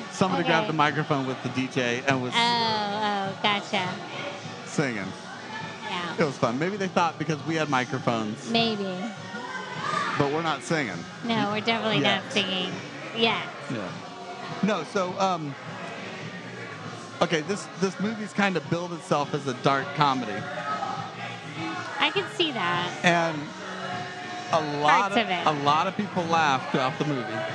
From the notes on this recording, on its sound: Unseen Creatures Brewing & Blending might not have been the quietest place to record a podcast on a Saturday night in Miami but it was one of the coolest. It was a bit of a noisy night.